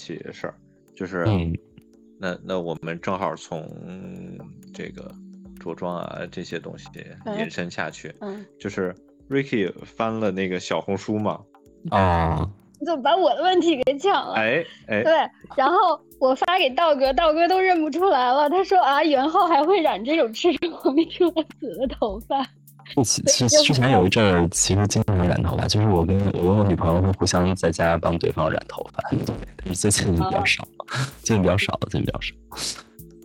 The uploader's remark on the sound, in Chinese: 由于设备出了些状况，录音质量不如往期，已经尽最大努力拯救了，还请各位多包涵。